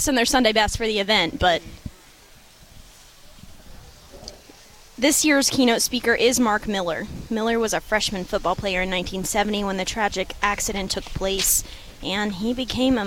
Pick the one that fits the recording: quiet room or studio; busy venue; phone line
busy venue